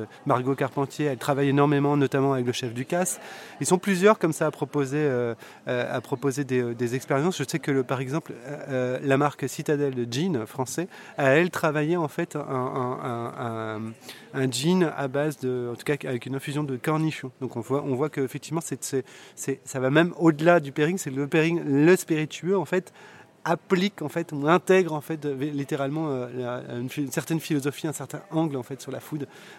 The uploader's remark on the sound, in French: A l'occasion de Whisky Live Paris 2023, nous avons interviewé quelques personnes. Au festival Whisky Live Paris.